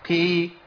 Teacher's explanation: الله اسمعنا دي اللي نزلت عشان قلنا الكسره بتجذب الايه؟ الحرف المفخم ناحيه الترقيق شويه، ما يبقاش مرقق لكنه بيبقى ضعيف · Term: القاف المكسوره